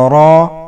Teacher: والراء في ألف لام را في أول سورة يوسف تلفظ را بلا همزة